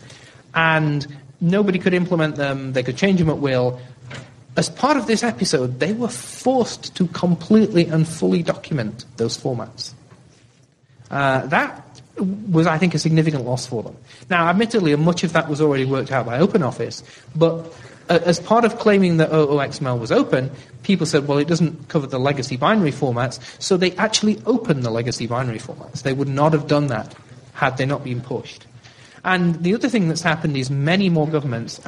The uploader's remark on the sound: Libre Planet 2009 conference. The event was held at the Harvard Science Center, Cambridge, MA.